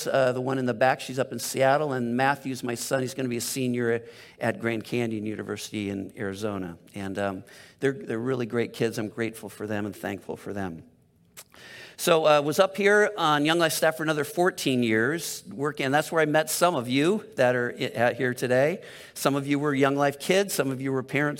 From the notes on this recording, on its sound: Delivered on 12 June 2022 at Grace Church of La Verne . At Grace Church of La Verne .